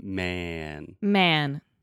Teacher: when I am closing my mouth with the N, the sound, the quality of the sound changes and it automatically makes more of a S eh sound.